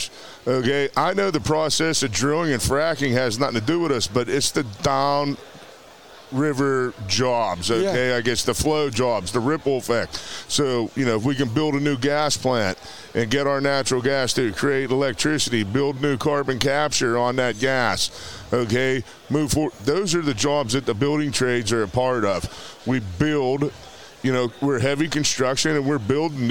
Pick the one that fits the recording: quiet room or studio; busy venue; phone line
busy venue